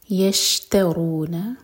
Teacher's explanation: یشترون شین ساکن کے بعد تا پر زور